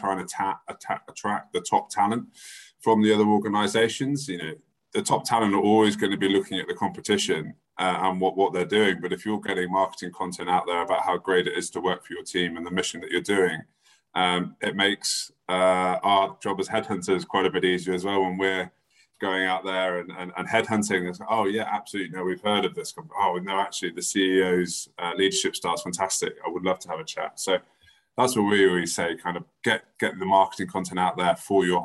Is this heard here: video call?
yes